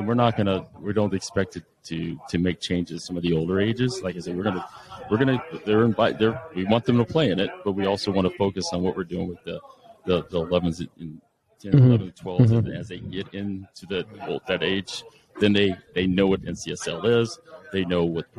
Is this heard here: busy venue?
yes